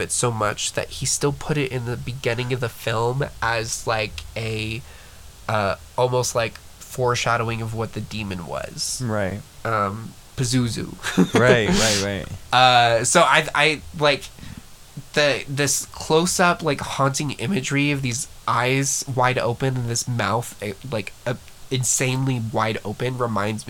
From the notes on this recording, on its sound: Enjoy the crunchy audio quality